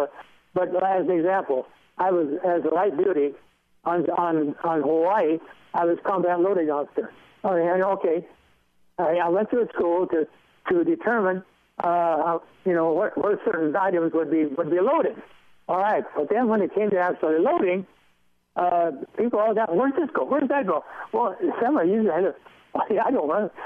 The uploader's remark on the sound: by phone